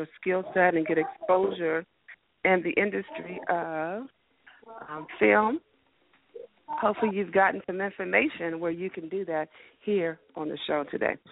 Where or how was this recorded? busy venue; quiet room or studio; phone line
phone line